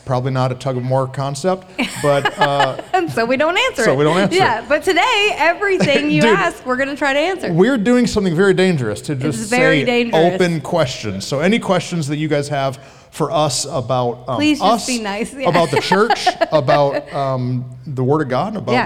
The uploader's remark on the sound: At our live recording event, we hosted a Q&A session!